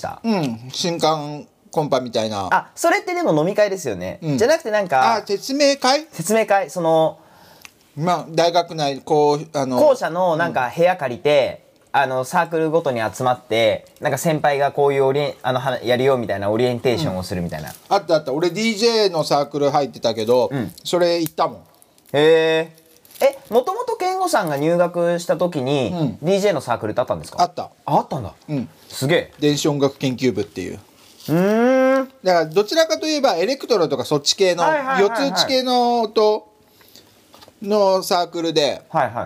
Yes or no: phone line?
no